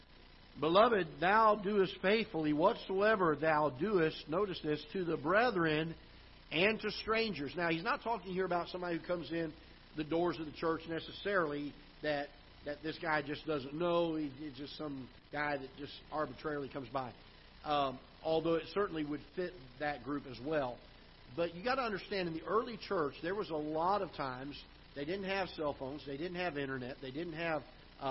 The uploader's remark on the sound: Ketha Heights Baptist Church ~ Live Broadcast